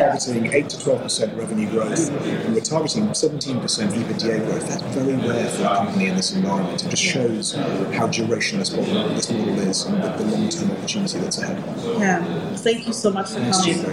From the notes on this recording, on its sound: at supply chain tech conference Manifest in Las Vegas